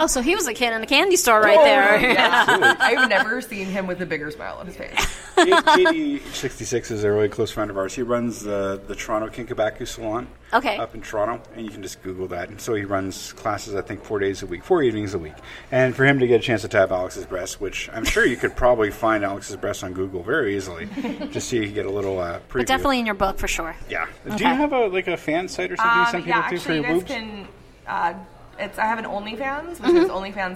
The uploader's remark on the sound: Brought together over 400 rope enthusiasts & instructors from all over the world. This gathering of legendary riggers made Orlando the temporary center of the roping world and we were able to conduct 6 interview from the convention floor.